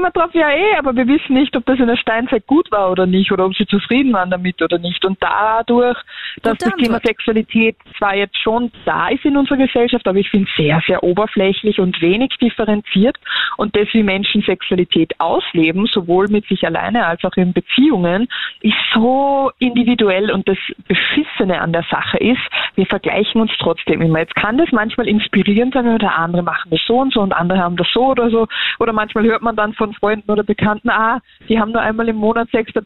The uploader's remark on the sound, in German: Am Telefon: Psychotherapeutin in Ausbildung unter Supervision